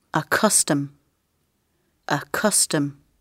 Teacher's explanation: The stress is on the first syllable, so the second sound is weak.